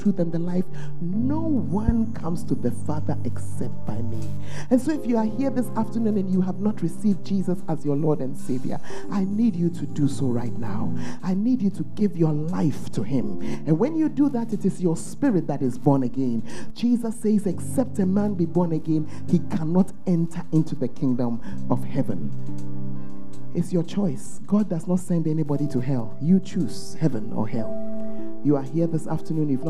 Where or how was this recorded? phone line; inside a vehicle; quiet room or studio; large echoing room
large echoing room